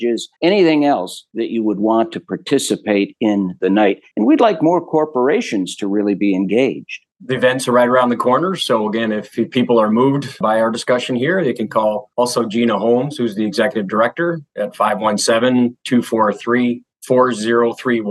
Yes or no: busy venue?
no